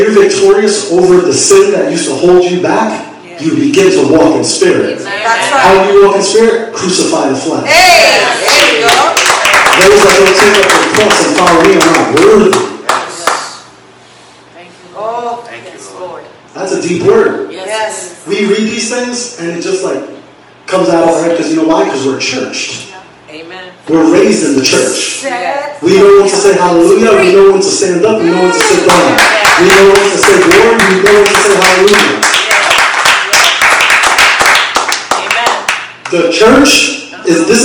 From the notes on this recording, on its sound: Please forgive the audio quality.